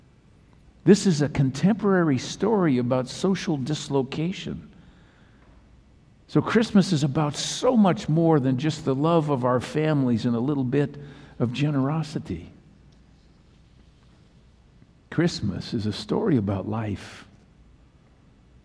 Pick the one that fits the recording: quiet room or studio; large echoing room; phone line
large echoing room